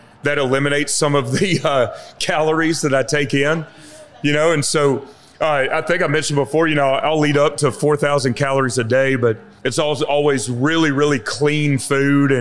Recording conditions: live audience